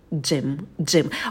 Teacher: На «дж» кончик языка идет наверх, потом краткий «и».